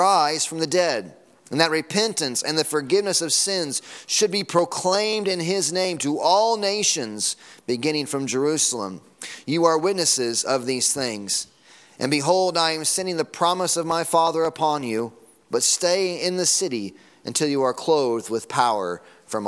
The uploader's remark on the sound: Sunday morning sermon audio.